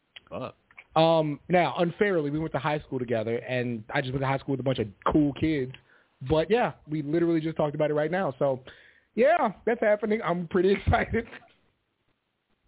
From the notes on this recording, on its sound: The ECC live show is back after a bit of a break. Live calls taken and more.